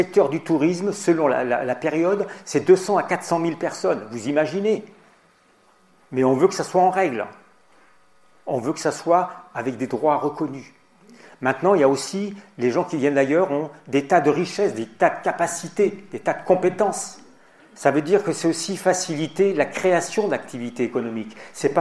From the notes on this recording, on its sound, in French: Dans cette émission nous communiquons une conférence à l’occasion de la Journée de la Fraternité.